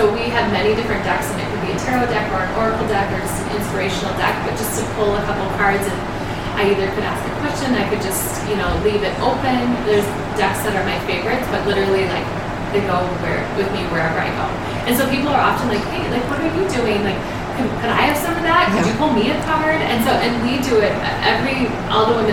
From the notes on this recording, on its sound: Our first in person interview since the pandemic in her beautiful store. There may be some background noise during this episode.